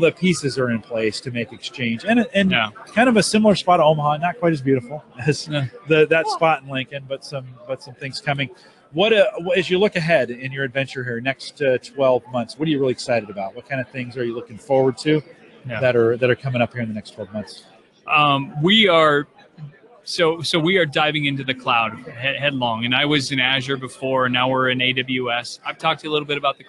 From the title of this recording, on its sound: Live from Infotec 2016